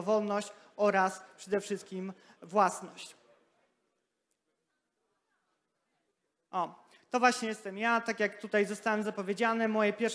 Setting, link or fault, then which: setting, live audience